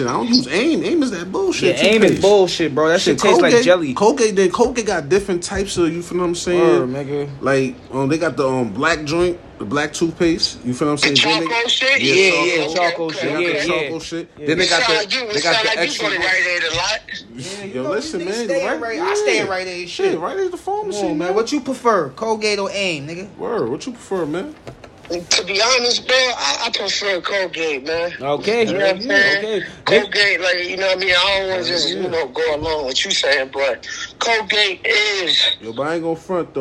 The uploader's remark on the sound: Out In The Streets Working And Asking The People